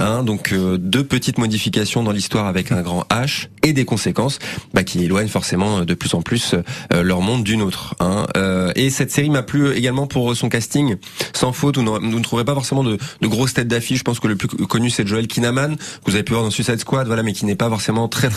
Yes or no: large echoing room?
no